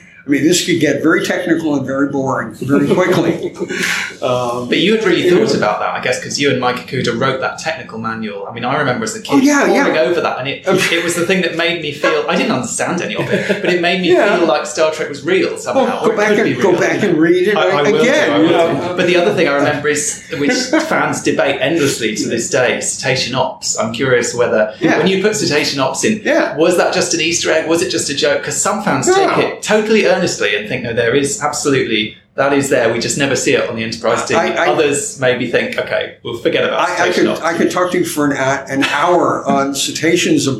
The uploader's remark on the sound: In this episode of Primitive Culture, recorded at the Destination Star Trek convention in Birmingham, England. As part of a roundtable press panel.